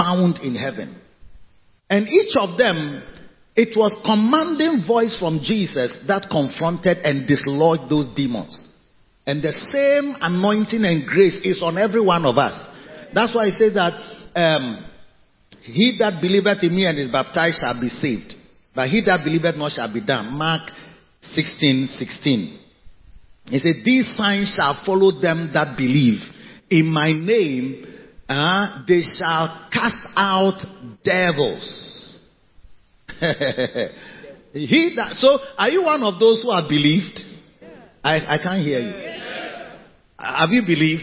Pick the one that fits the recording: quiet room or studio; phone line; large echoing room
large echoing room